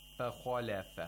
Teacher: this fa has tarqiq, this kha has tafkhim, so I have to pronounce it with tafkhim and tarqiq, and so on.